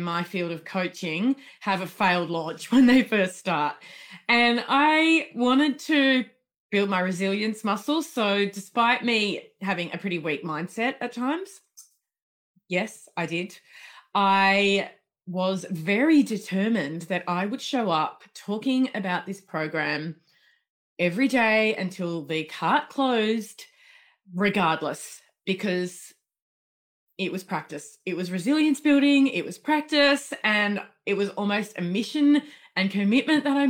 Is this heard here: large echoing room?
no